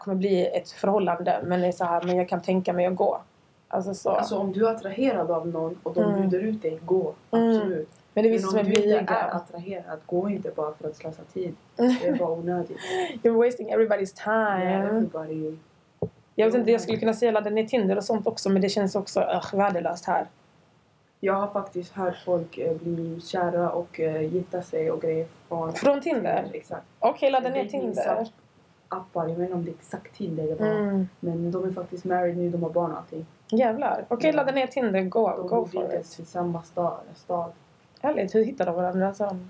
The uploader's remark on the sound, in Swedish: ljudet är av sämre kvalitet i det här avsnittet, ber om ursäkt